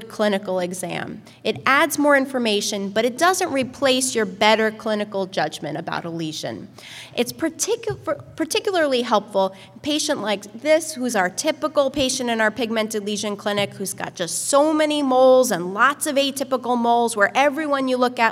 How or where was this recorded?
live audience